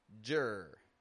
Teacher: That's right, like a J-E-R. Flat, quick, low in pitch, just used to mush our words together.